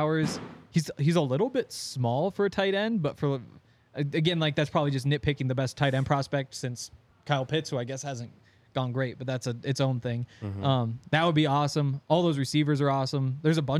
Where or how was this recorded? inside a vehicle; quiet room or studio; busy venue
busy venue